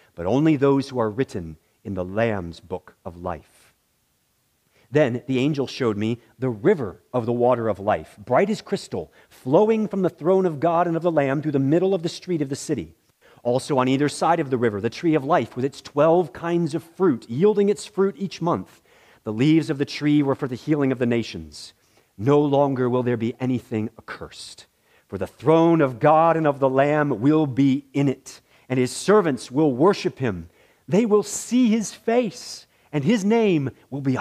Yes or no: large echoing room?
yes